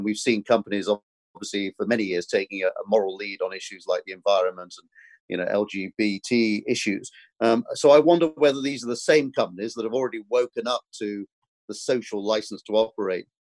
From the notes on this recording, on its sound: joined on Zoom